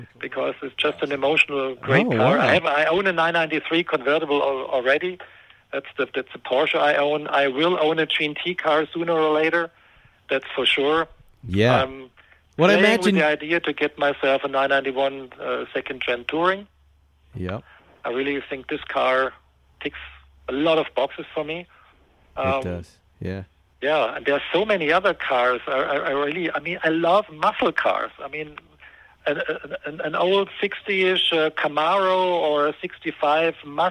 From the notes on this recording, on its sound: Calls in from Germany.